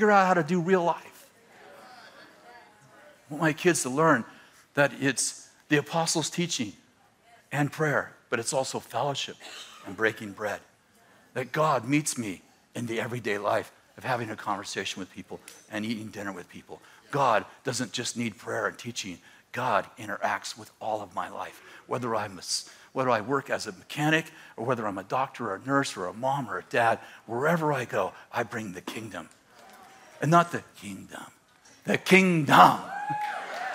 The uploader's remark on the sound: In this throwback message from December 12th, 2017 at Bethel Church in Redding CA.